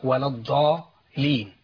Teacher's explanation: اللام المشدده المفروض انها تبقى لامين. لازم اسمع لامين.